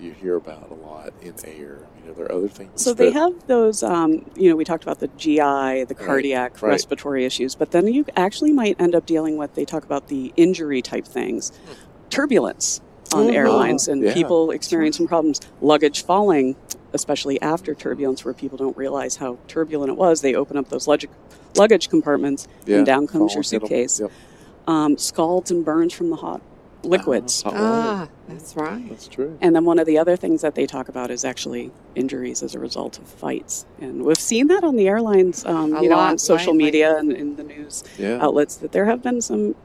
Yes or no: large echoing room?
no